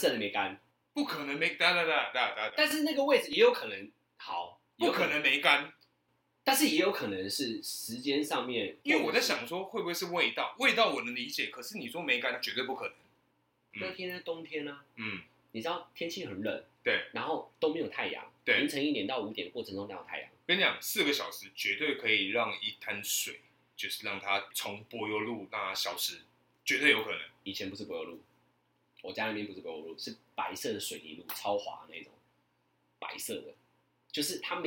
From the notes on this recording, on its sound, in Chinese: 本集於配備升級之前錄製的, 聲音上需要大家的體諒。